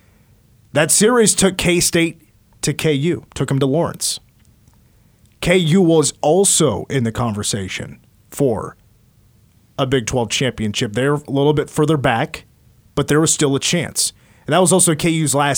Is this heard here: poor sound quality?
no